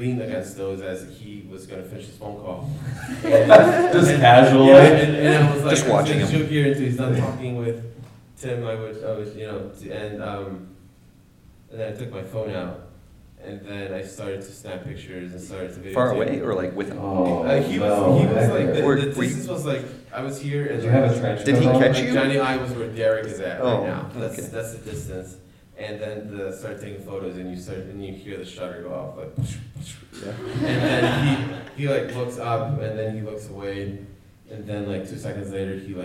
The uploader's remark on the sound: Live at SQ1. We had our first live podcast at the SQ1 conference. We answer live questions.